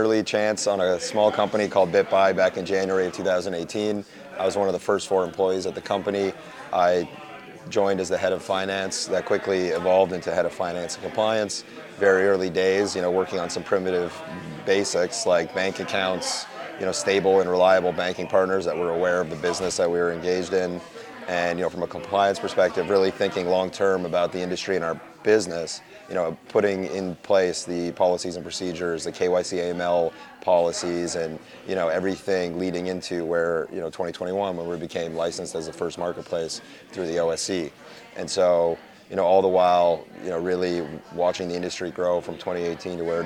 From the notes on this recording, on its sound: At the Blockchain Futurist Conference in Toronto, Canada.